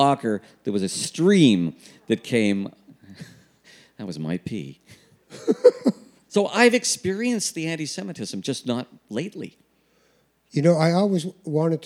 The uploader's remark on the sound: Part of a series of live tapings of The CJN's podcast Not That Kind of Rabbi. At the Prosserman JCC. As part of a series of live tapings of The CJN's podcast Not That Kind of Rabbi.